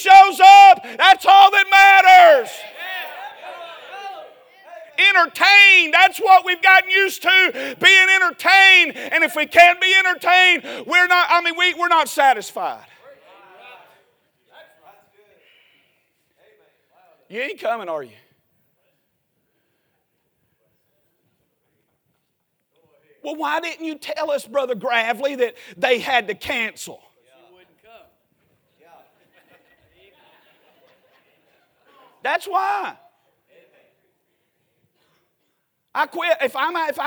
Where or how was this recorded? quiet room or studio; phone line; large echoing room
large echoing room